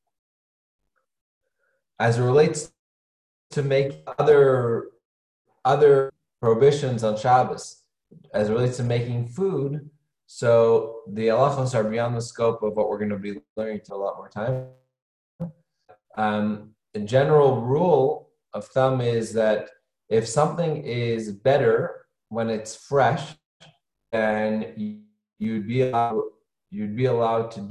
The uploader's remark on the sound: Zoom Class